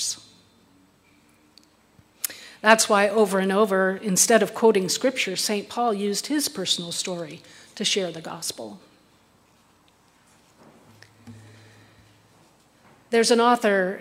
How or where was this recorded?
large echoing room